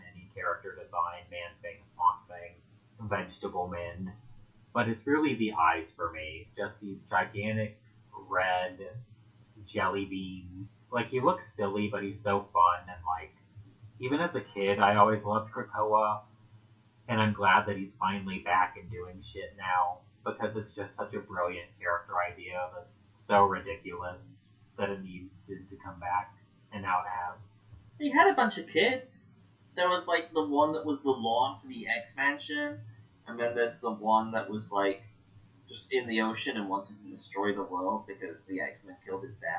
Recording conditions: poor sound quality